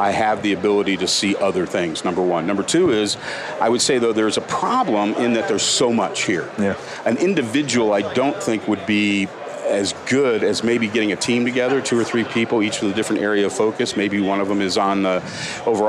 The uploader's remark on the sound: LIVE from Las Vegas, at #HRTechConf